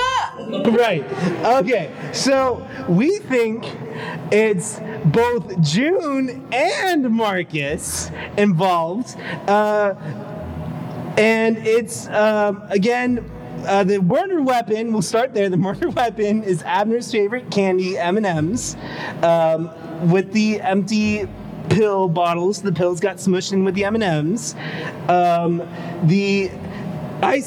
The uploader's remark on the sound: Listen along with our live audience